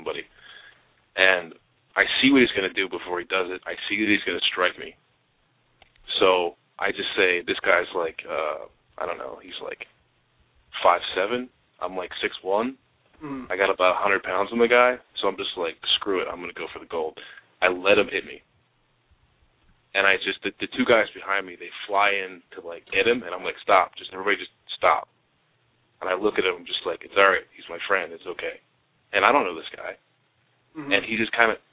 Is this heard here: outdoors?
no